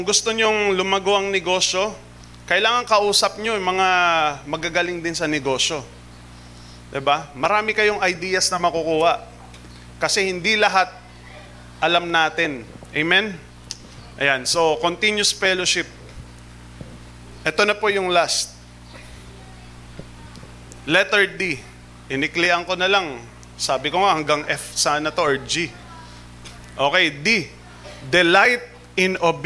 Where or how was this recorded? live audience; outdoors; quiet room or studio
live audience